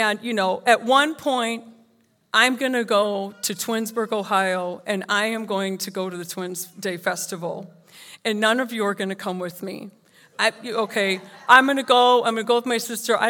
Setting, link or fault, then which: setting, live audience